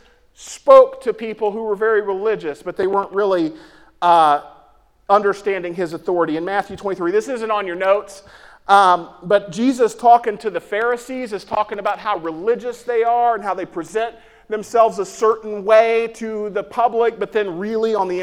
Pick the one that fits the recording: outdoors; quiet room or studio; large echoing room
large echoing room